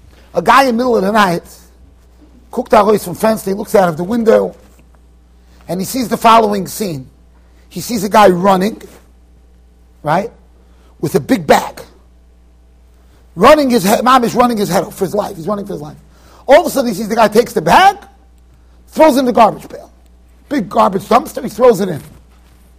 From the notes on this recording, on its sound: Shiur recorded in Yeshivas Ohr Reuven, Monsey NY.